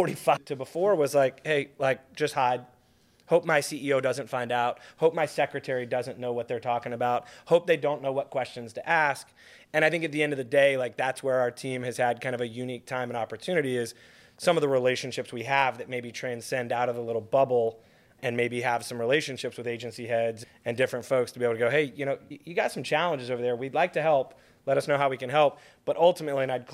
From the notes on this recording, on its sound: In this episode from the Orlando Live Podcast Tour.